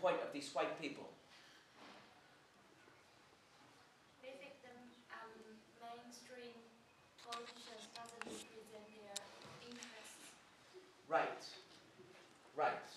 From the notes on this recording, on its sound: This recording was made at Sichuan University on March 30.